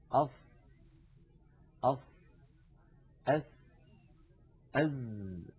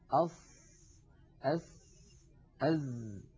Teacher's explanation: هذه الأحرف الثلاثة عندما ننطقها نضع طرف لساننا، يعني رأس اللسان، عند الصفحة الداخلية للثنايا السفلى، للسنين الكبيرين اللذين في مقدمة الفم. · Term: أحرف الصفير